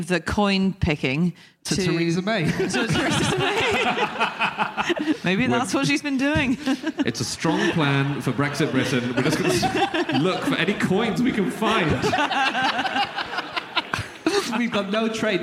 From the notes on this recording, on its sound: Live from Glasgow